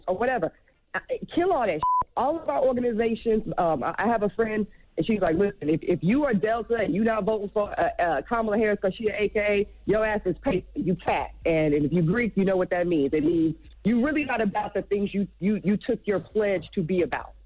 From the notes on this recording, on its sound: we opened up the phone lines